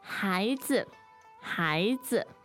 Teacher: the 孩 is second tone. And the 子 is neutral tone.